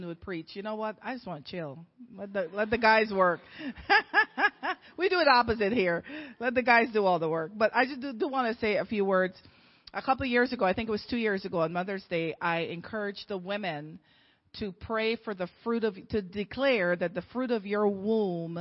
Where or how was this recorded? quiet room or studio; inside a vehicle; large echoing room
large echoing room